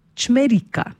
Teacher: Pri izgovorjavi poudarjamo samoglasnik i, nad katerim pravopisno gledano seveda napišemo ostrivec.